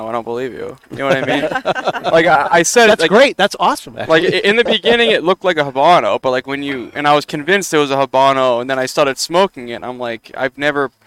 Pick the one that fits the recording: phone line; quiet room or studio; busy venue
busy venue